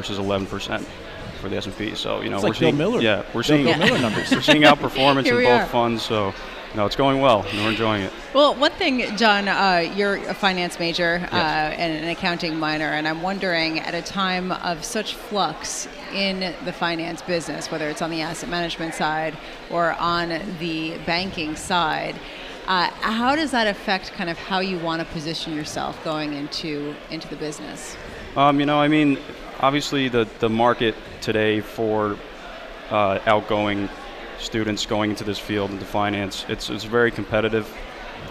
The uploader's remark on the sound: Broadcasting live from the 9th annual Quinnipiac G.A.M.E. Forum in NYC.